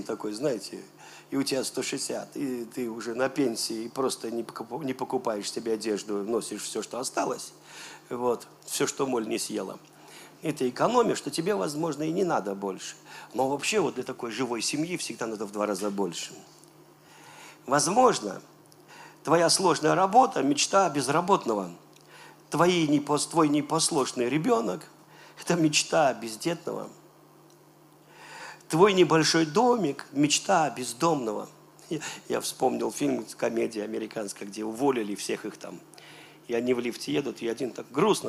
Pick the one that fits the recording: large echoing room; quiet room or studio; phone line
large echoing room